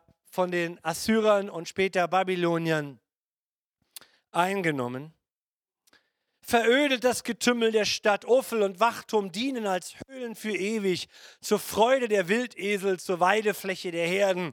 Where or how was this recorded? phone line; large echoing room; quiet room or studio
large echoing room